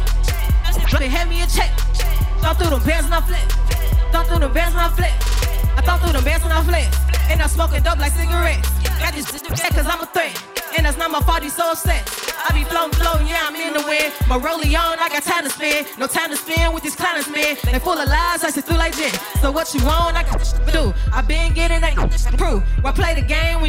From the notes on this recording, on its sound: This recording of her performance was captured back in August during Chreece 4 on the Square Cat Vinyl stage. This recording of her performance was captured back in August during Chreece 4 on the Square Cat Vinyl stage.